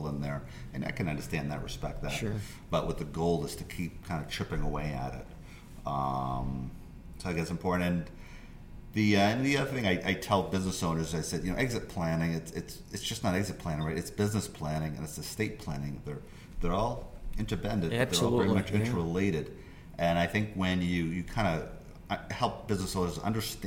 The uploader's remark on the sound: During BEI's 2019 National Conference.